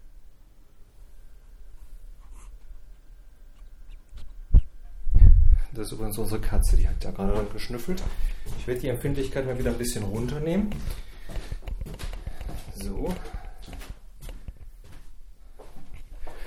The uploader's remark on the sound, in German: Heute die erste Testaufnahmen mit dem Zoom H4n. Hört wie ich mit dem neuen Zoom durch unser Haus und unseren Garten gehen. Die Aufnahme wurde nicht nachbearbeitet und an dem Zoom kein Effekt eingestellt.